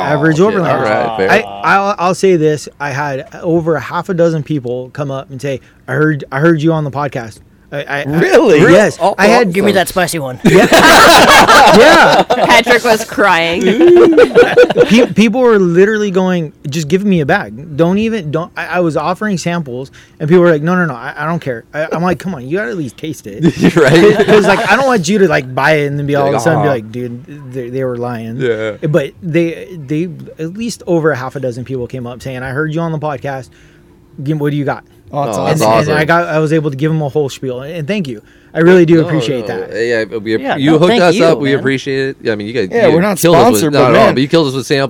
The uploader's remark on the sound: Rigs & Brews ON LOCATION. Record from the Duck Foot Brewery parking lot! They pumped this event for a couple of weeks and the turn out was great!